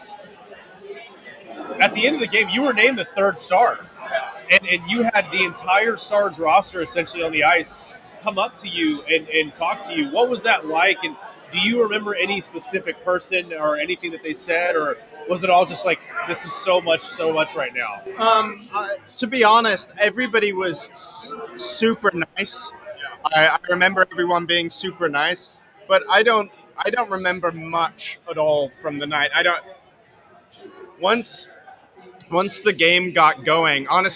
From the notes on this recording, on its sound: Recorded live on location at Northside Drafthouse in Richardson, TX.